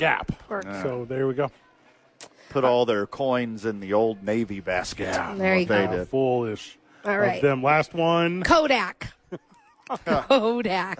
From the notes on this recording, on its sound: Live from American Home Furniture donating blood, eating ice cream.